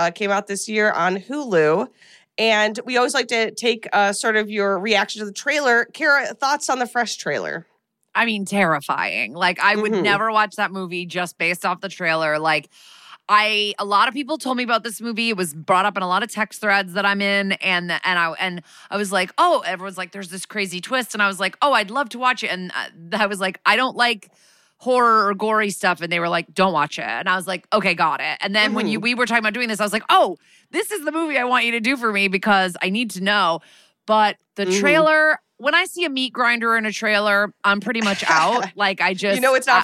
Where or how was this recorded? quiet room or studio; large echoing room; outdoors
quiet room or studio